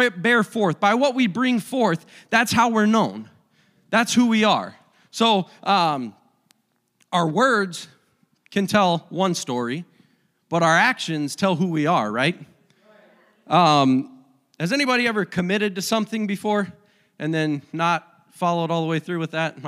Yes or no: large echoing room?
yes